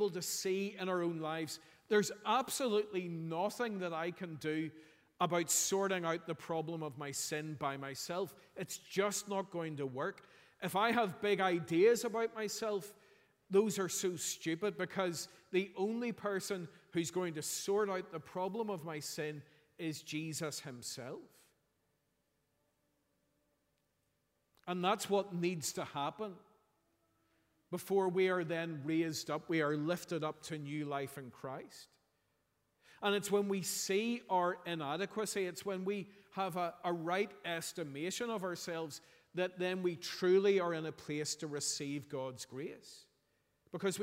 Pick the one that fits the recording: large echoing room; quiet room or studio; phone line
large echoing room